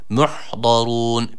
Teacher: A sesi veriyoruz. Dilimizin sağ veya sol kenarını üst azı dişlere vurdurarak çıkartmış olduğumuz dat harfi. Bunu dal harfiyle, peltek z veya kalın z harfiyle karıştırmayalım.